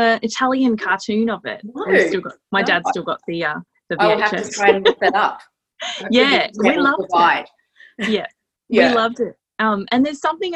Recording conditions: video call